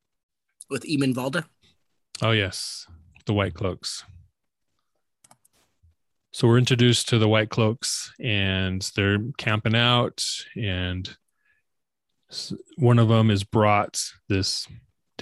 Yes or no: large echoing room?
no